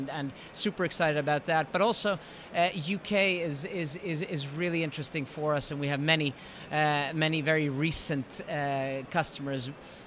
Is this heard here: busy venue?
yes